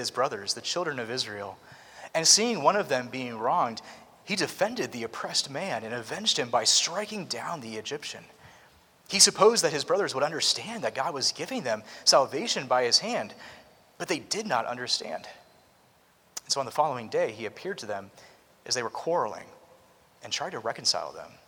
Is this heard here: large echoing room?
yes